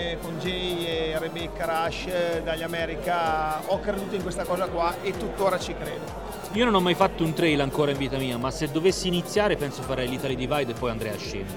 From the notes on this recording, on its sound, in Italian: Quasi Live da Upcycle Trail Weekend. Non vi diremo quanto possa essere stato fico registrare in mezzo a voi e con voi!